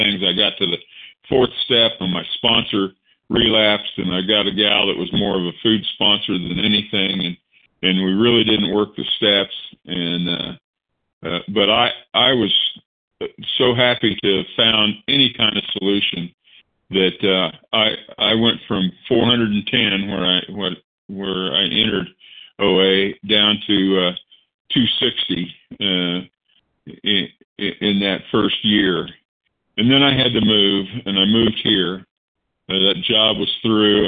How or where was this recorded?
phone line